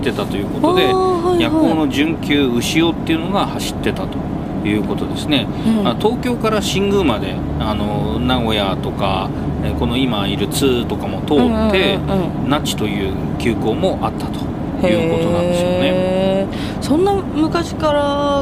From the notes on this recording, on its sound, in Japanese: 実車収録。HC85系で紀伊長島まで行って来ました。